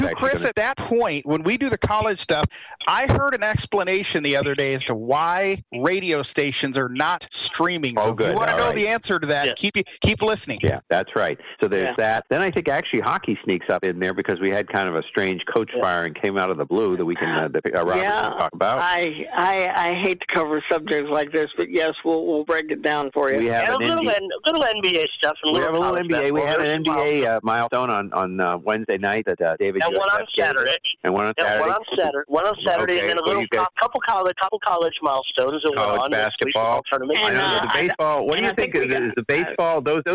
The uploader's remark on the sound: Sports Lounge live where we discuss all things sports and take your live calls.